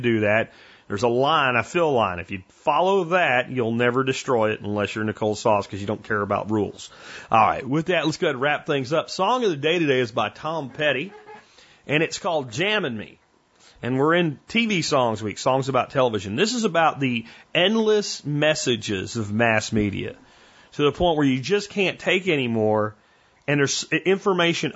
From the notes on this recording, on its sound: Listener Calls.